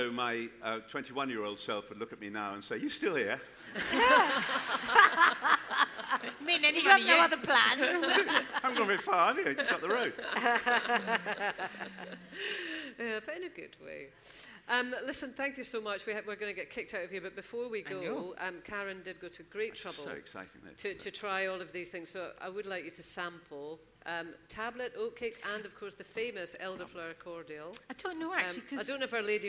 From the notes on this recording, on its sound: Live at the Edinburgh Fringe. This week at the first ever Live podcast recording.